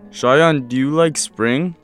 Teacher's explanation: pay attention to the rising intonation of yes-no questions